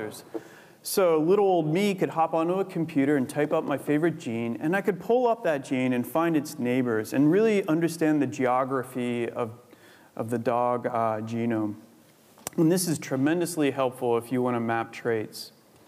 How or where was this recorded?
large echoing room